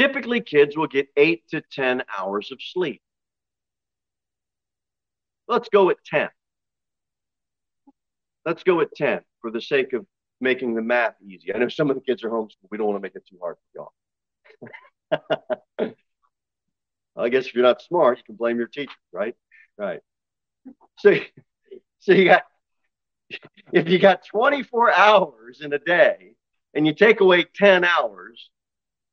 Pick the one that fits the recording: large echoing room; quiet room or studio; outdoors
large echoing room